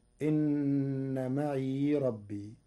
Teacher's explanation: قرأ ورش كلمة معي بإسكان الياء